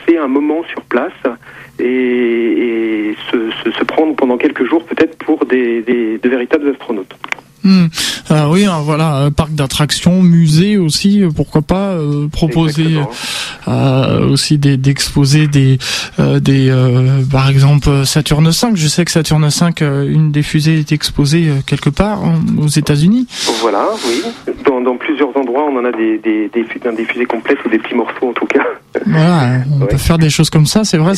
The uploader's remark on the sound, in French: par téléphone